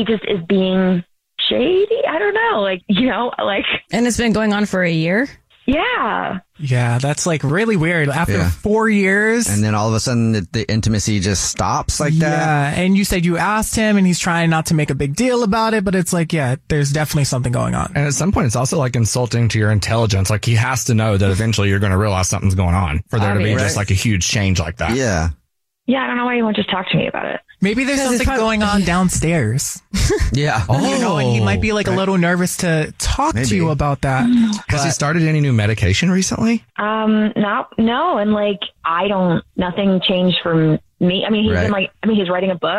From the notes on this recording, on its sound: is on the phone today